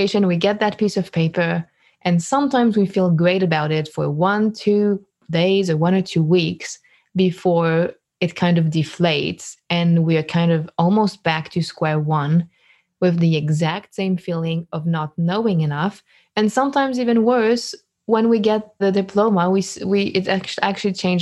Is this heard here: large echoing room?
no